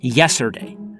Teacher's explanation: The T always goes missing.